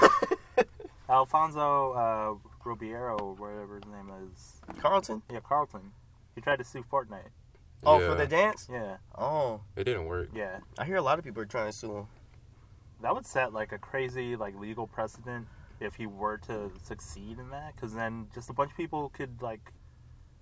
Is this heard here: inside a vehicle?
yes